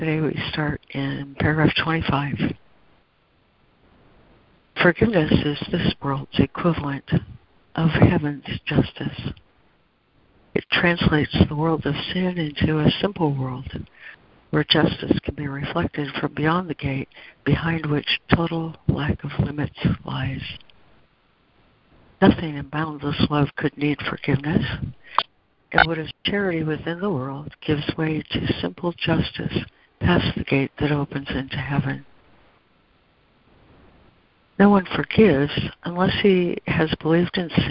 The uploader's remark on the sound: ACIM Daily Conference Call